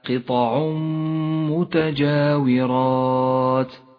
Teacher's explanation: حكم الإدغام بغنة في قوله تعالى: قطع متجاورات، التنوين وبعده حرف الميم، ندغم التنوين بالميم ويسقط التنوين من اللفظ، ولذلك هو رمادي اللون في مصحف التجويد، أما الميم تشدد ونقف عندها بغنة زمنها 2 حركات، ولذلك لونت الميم باللون الأخضر إشارة إلى موقع الغنة.